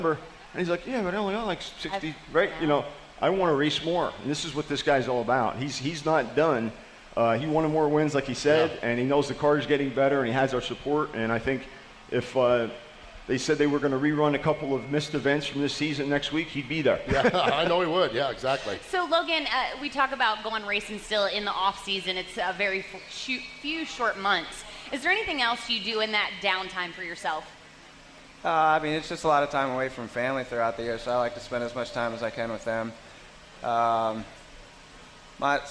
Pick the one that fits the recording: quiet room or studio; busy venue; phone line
busy venue